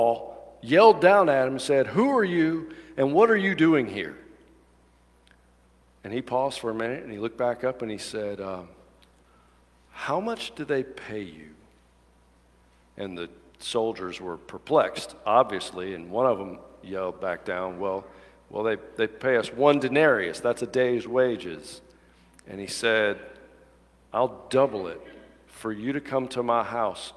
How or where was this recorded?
large echoing room